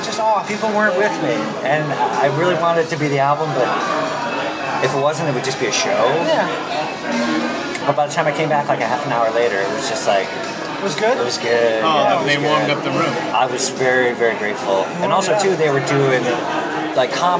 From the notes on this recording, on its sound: at Palms Thai in Hollywood.